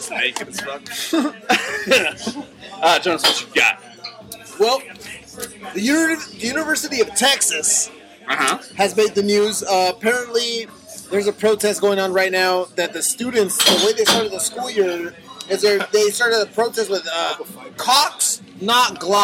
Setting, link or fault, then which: setting, busy venue